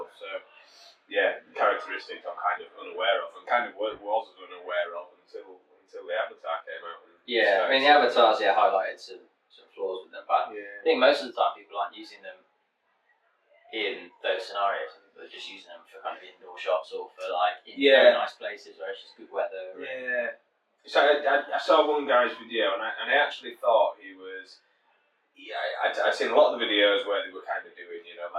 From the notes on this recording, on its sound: Less than ideal audio. Sit down with a few beers.